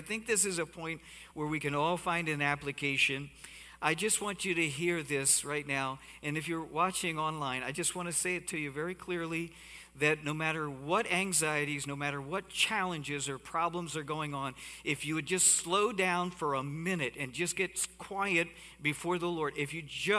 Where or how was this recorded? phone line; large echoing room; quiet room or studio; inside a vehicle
large echoing room